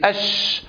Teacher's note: ومعنى التفشي انتشار الهواء أو النفس داخل الفم عند النطق بحرف الشين، عند النطق بحرف الشين أش.